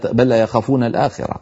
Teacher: أدغمنا اللام في اللام · Term: إدغام متماثلين